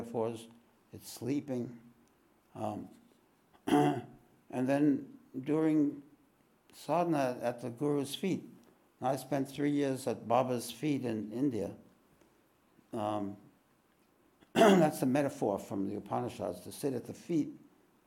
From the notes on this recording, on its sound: This podcast was recorded live at The Ashram in Mount Eliza on the 29th of April, 2023.